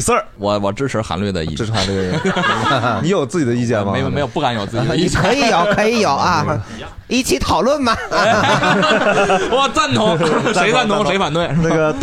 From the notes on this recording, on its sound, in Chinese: 这是一档由喜剧演员们和现场观众朋友们共同录制的播客节目